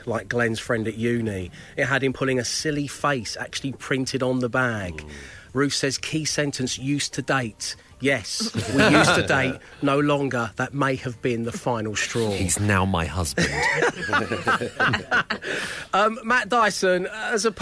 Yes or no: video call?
no